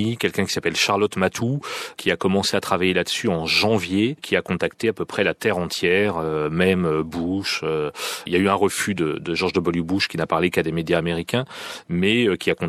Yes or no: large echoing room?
no